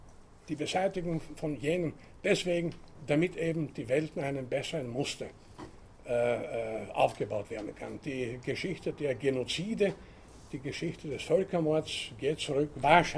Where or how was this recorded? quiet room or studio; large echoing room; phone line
large echoing room